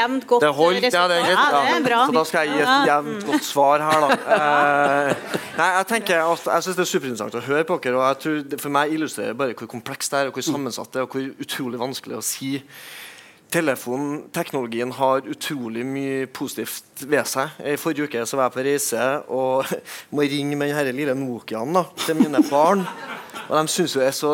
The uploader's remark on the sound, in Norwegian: Adresseavisens panelsamtale fra Litteraturhuset i Trondheim